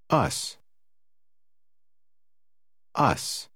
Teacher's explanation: Das S am Ende ist stimmlos und klingt wie S.